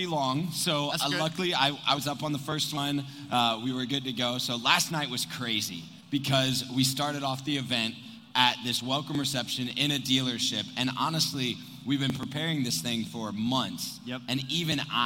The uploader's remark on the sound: Live From ASOTUCON Monday 2022